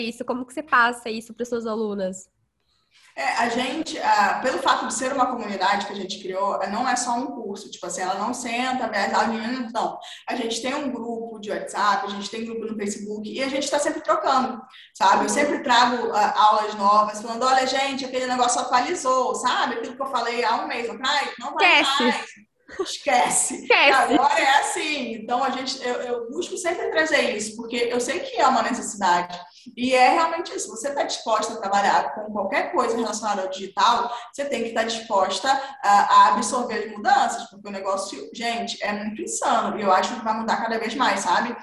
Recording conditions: video call